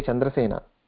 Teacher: When you're addressing someone, that visarga should not be there.